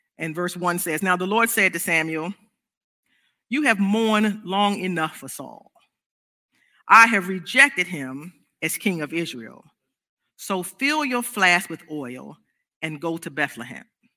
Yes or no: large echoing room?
yes